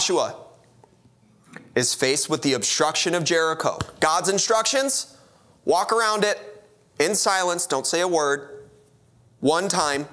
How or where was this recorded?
large echoing room